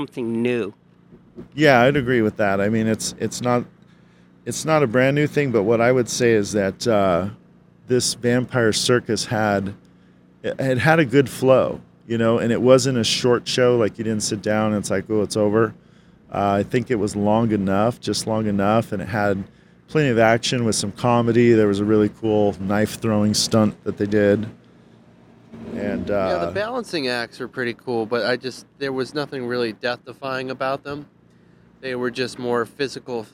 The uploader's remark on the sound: Live from Howl-O-Scream at Seaworld San Diego. Live from Howl O Scream at SeaWorld San Diego. At the very first Howl-O-Scream event at San Diego Seaworld!